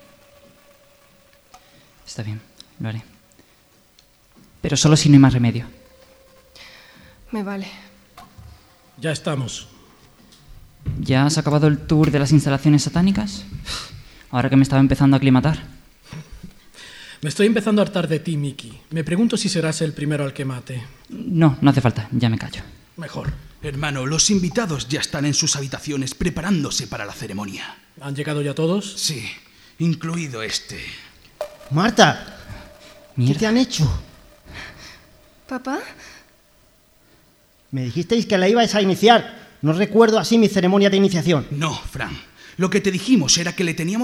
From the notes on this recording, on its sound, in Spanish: En directo desde la Térmica. Este capítulo ha sido grabado con público en directo en la Térmica, Málaga.